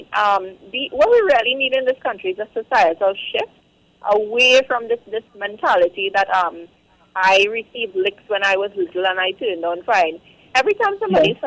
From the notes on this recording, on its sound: we take more calls from the audience